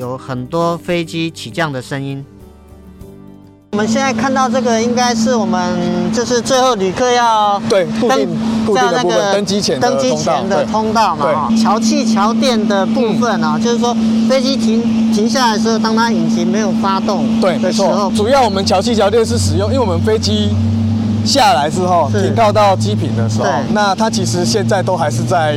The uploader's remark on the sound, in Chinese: 這次走出錄音間，我們要帶大家前往桃園國際機場。以及實地體驗導覽活動，透過聲音紀錄與聽眾分享第一線的感受。